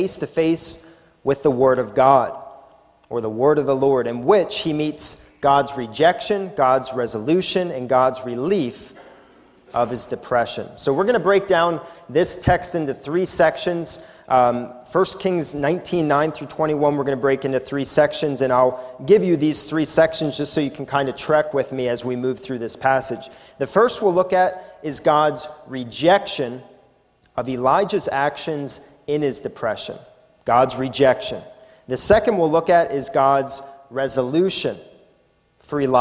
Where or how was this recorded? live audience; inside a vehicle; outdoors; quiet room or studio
live audience